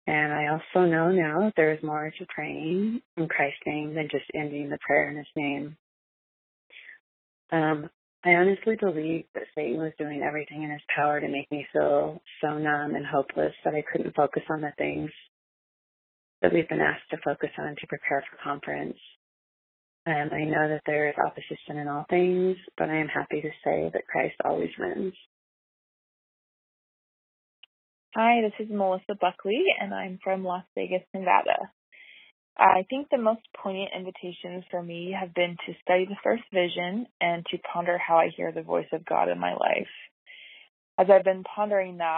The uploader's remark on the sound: Listener Call-in Show. Today you get to hear from 11 women who called in and shared the blessings they have seen.